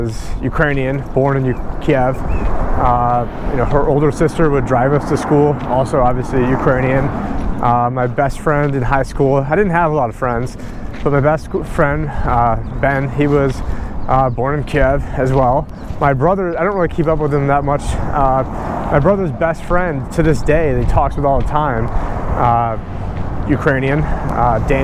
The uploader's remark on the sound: On this walk and talk